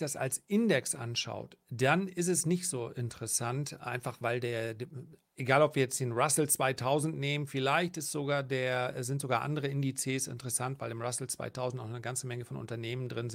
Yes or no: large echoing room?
no